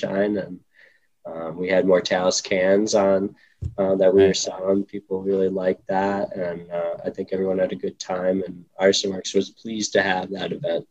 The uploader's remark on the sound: Recorded Live on Zoom 12/7/2020.